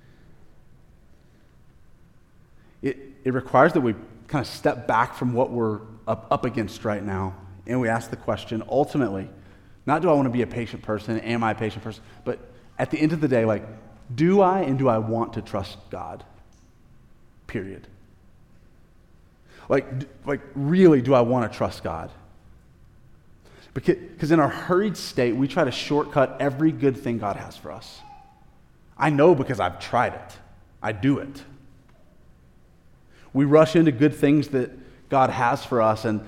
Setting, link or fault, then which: setting, large echoing room